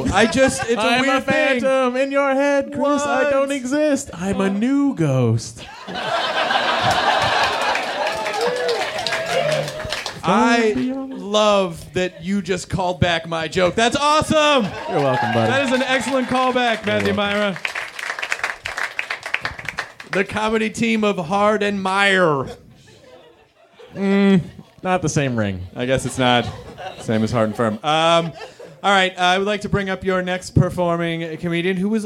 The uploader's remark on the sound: Recorded at Meltdown Comics in LA. In front of a live nerd audience.